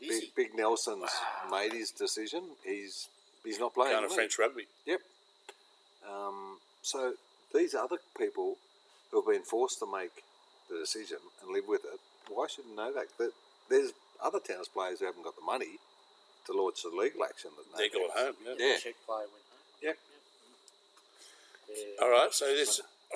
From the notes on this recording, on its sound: Largest Southern Hemisphere MAN CAVE. Oh yeah the noise you can hear is the crickets its all part of the atmosphere.